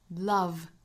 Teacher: 一般对应到发音之中呢就是上齿摩擦下嘴唇发 V